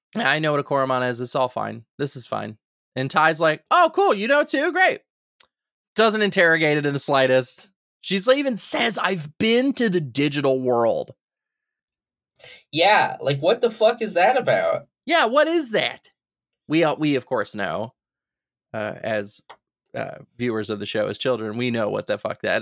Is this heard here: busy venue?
no